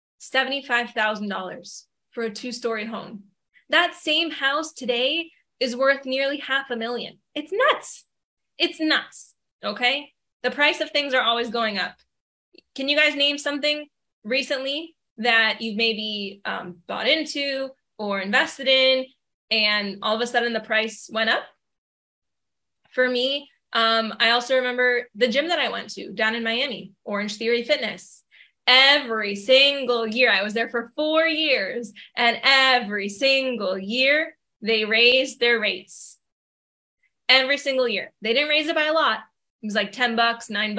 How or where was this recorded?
video call